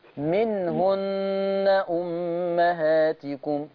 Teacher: النون الأولى ساكنة ما فيهاش غنة